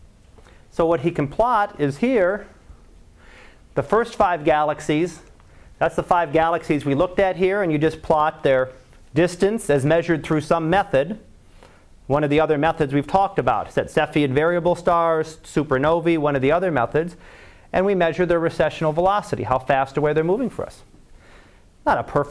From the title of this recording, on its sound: Live Class Lecture